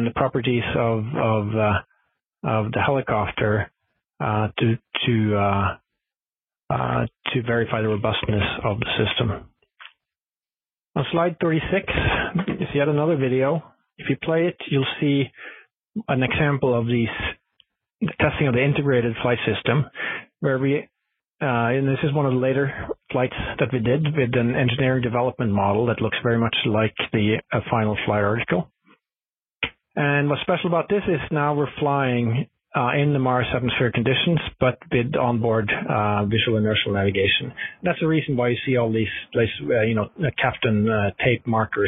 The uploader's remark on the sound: Future in Space Operation teleconference